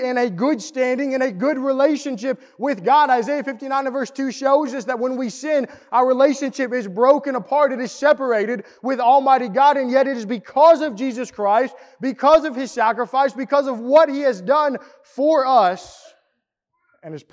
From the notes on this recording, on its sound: Preached at the East Hill Church of Christ in Pulaski, TN